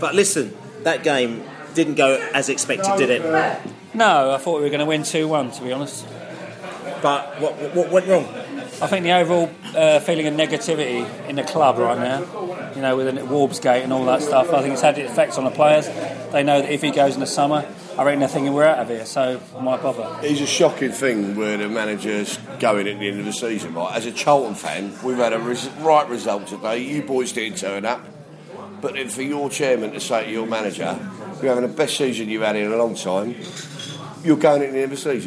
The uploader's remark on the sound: post match podcast from the pub